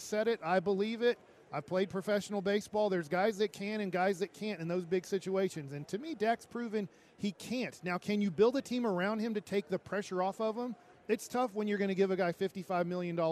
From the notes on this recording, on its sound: LIVE from Radio Row in Las Vegas!